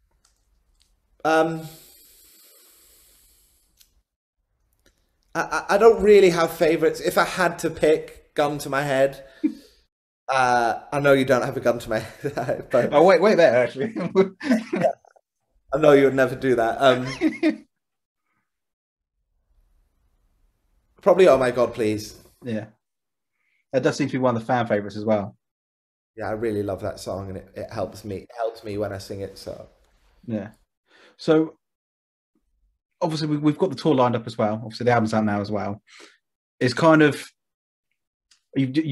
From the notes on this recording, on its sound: via the power of zoom for some quick fire questions